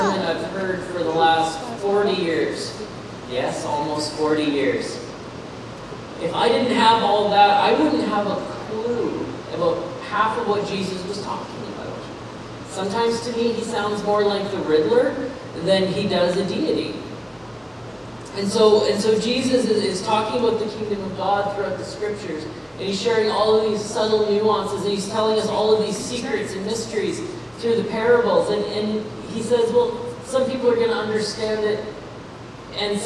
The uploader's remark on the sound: Hey Everyone just wanted to apologize up front about the audio quality of this message. There was a recording hiccup so this audio is not up to our normal standards.